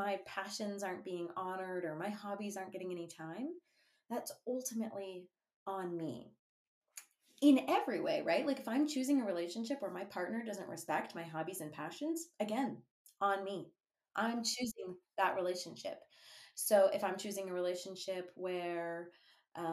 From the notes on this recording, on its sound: I was so excited I forgot how to correctly attach my mic--I don't actually live in a tin can